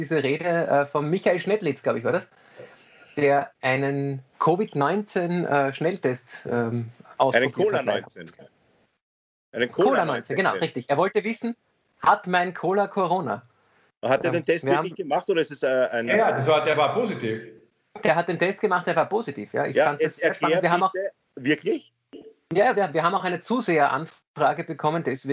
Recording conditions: video call